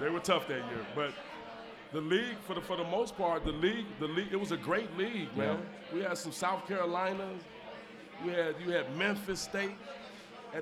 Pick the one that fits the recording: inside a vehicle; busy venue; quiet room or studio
busy venue